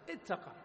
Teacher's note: أصل الفعل الماضي الثلاثي وقى، وقى واضح، أضف الهمزة والتاء تقول اوتقى اوتقى، ونفعل فيها مثل اوتصل، الواو نقلبها إلى إيش؟ إلى تاء ثم ندغم التاء في التاء